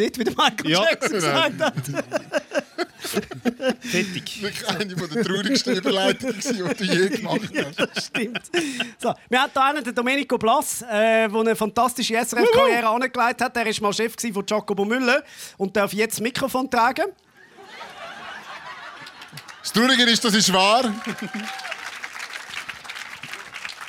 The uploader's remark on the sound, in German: Die Quotenmänner live aus Kreuzlingen – mit Publikum!